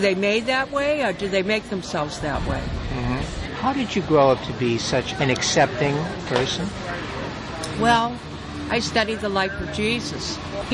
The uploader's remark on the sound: goes trolling with his tape recorder on the sidewalks of Provincetown, Massachusetts